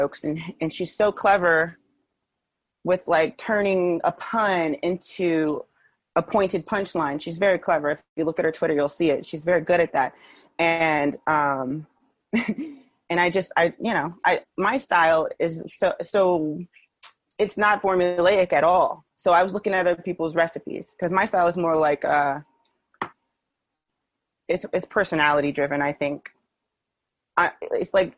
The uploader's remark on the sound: spoke with me over Zoom